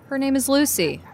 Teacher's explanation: Notice that I said her with no intonation, so it didn't sound like I was correcting you.